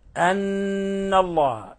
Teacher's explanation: إلصاق اللسان، طرف اللسان بأصول الثنايا العليا مع غن من الخشوم مقدار حركتين